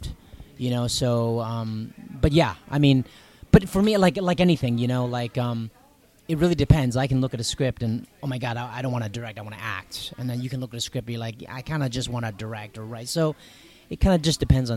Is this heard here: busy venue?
yes